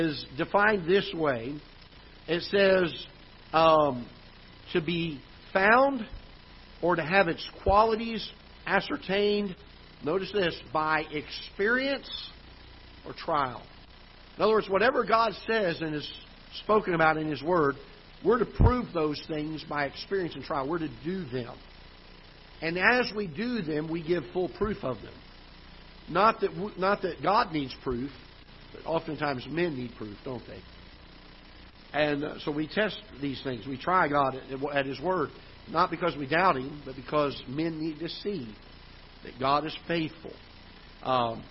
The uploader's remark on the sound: Ketha Heights Baptist Church ~ Live Broadcast